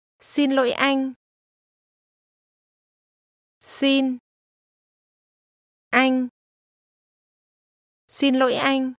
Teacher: Xin and anh both have a mid-level tone and should be pronounced at the same relative pitch.